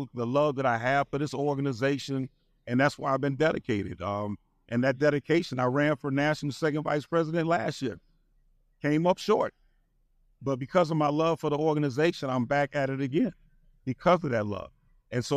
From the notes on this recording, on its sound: We spent time at the 47th NOBLE Training Conference and Exhibition in Cleveland and held several live podcast recordings.